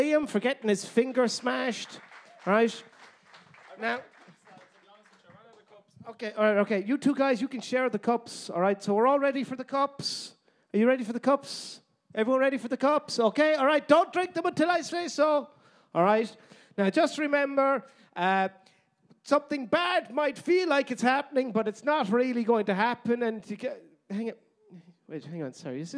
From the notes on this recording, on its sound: LIVE AT THE DUBLIN PODCAST FESTIVAL. Was performed in THE WORKMAN'S, DUBLIN. As part of the DUBLIN PODCAST FESTIVAL.